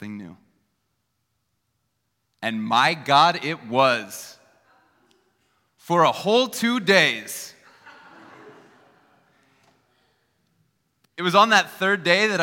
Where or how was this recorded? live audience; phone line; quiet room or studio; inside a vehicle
live audience